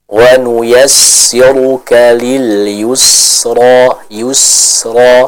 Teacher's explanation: Sifat sofir, adanya suara yang tajam dari bacaan huruf sin tersebut.